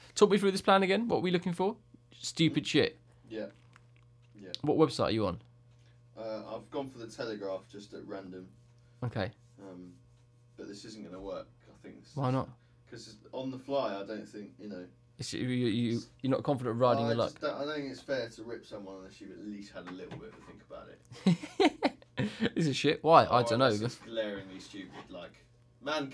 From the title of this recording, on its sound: Mic Fail